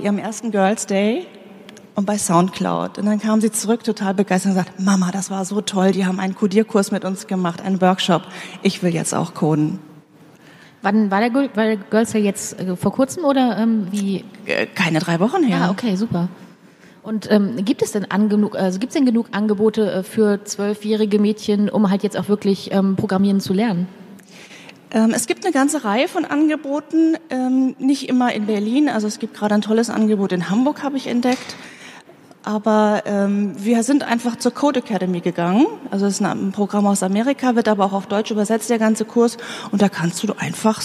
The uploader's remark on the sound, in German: Das digitale #Quartett live on stage